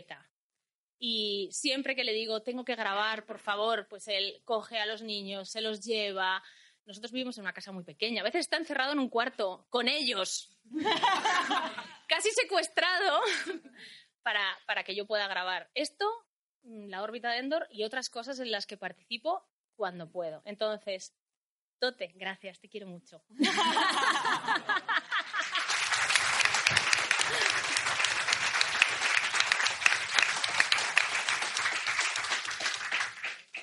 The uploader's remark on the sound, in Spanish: El programa en directo que grabamos en Akira Cómics para celebrar nuestra quincuagésima edición. Al grabarse el programa en un espacio abierto y con público el sonido se vio afectado.